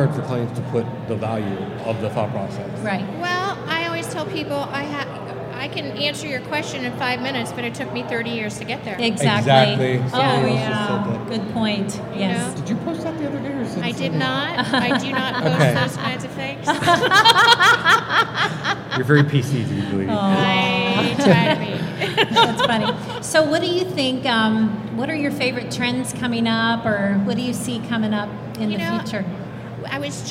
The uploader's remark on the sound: LIVE at the Home & Garden Show. From the Dispatch Home and Garden Show main stage!